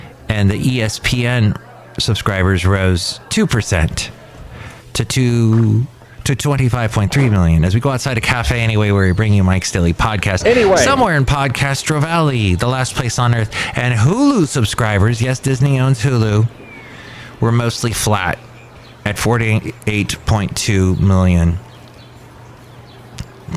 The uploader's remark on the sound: podcasts live from Cafe Anyway